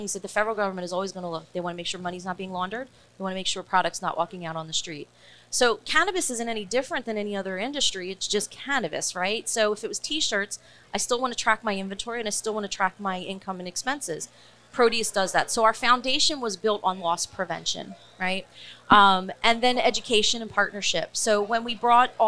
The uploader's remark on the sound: Recorded at MJUnpacked NYC